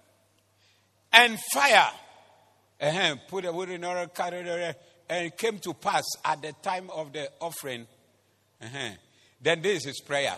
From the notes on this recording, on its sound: Preached at the Doxa Service.